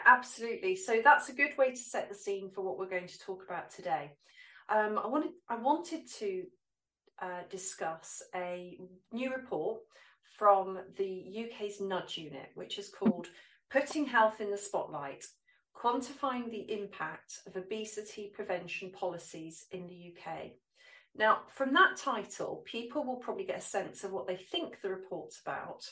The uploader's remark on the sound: For some reason the sound quality was poor, so I’ve produced a transcript too.